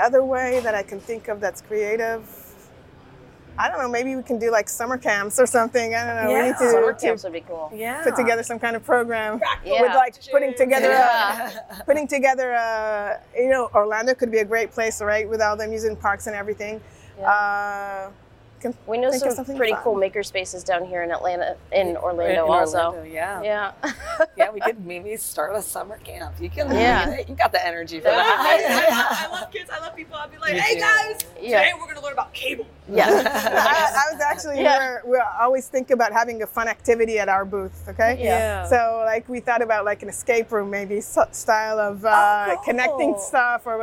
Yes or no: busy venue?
yes